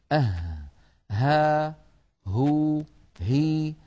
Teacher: حرف الهاء يا إخوة حرف يخرج من أقصى الحلق، وهو كما تلاحظون حرف ضعيف لكنه يقوى بالضغط عليه، ها هو هي، ولا بد من إخراجه من أقصى الحلق ولا نخرجه من الصدر كما يفعل بعض إخواننا فيتعبون أنفسهم ولا ينطقون بعد هذا التعب بها.